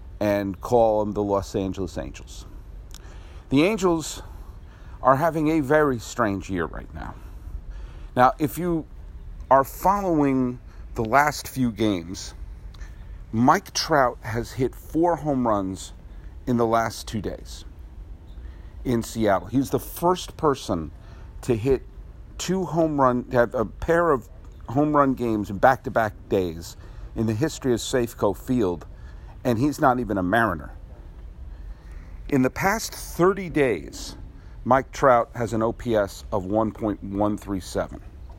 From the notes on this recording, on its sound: Recorded at Robinson Stadium at Pasadena City College.